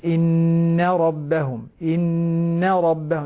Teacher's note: لاحظ النون المشددة لا بد أن تعطيها حقها من الترقيق. إن ربهم ننتقل من الترقيق إلى التفخيم.